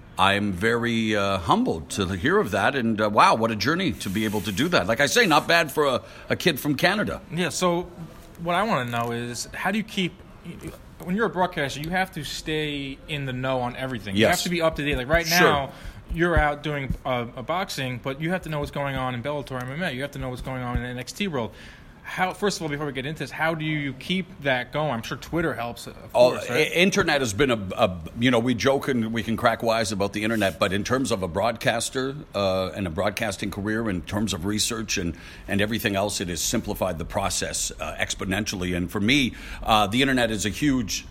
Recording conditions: busy venue